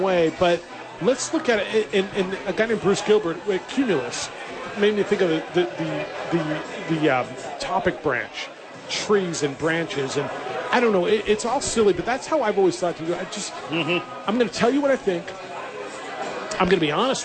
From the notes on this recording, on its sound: live from Hooters celebrating The Opening Drive's Anniversary party